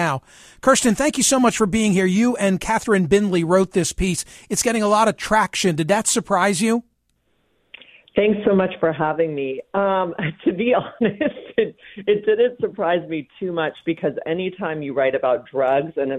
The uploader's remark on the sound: receives a surprise phone call